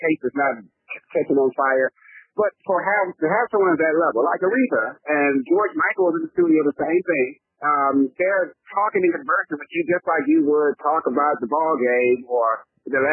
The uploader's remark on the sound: Recorded over the phone.